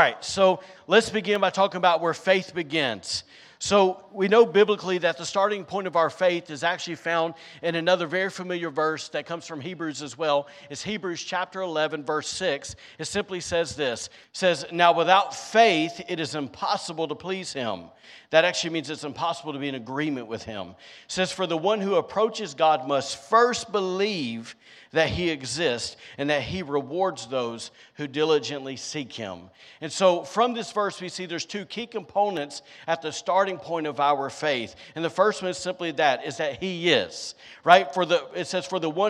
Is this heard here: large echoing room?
yes